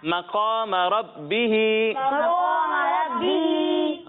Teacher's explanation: را کو بھی موٹا پڑھنا ہے اور قاف کو بھی موٹا پڑھنا ہے